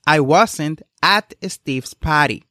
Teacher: Observen que el énfasis aquí está en at. Aunque las preposiciones normalmente tienen un estrés débil, en este caso at significa allí I wasn't at the Steve's party quiere básicamente referenciar un punto, que no se estuvo en ese lugar.